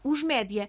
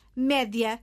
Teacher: O plural termina em A e o E é aberto.